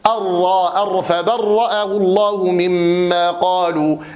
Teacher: وكذلك أيضا التوسط بسبب هذا التكرار وارتعاد طرف اللسان يجعل الراء متحررة، يعني لا يجوز أن نسمع من القراء يكتم صوت الراء، هذا غلط. فالراء مجهورة يصحبها زمير وصوت في الأوتار، وكذلك متوسطة، فلا الصوت يجري فيها جريانا كاملا ولا ينحبس انحباسا كاملا بسبب التوسط